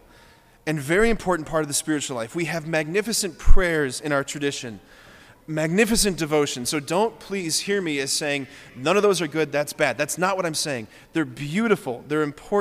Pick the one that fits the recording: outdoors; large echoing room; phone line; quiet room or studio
large echoing room